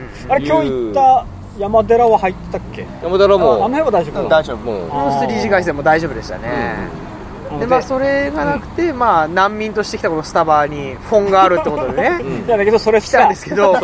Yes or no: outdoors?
yes